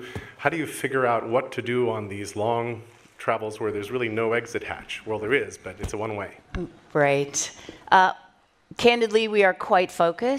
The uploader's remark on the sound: Recorded at Paramount Studios during XPRIZE Visioneering.